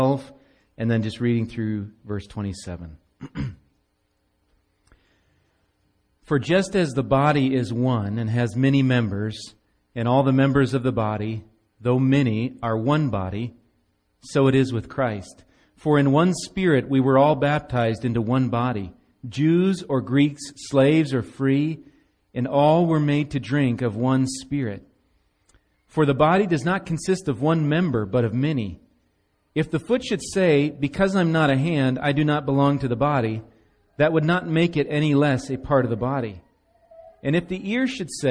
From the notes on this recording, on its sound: Recorded live at Bethany Bible Church on 11/5/17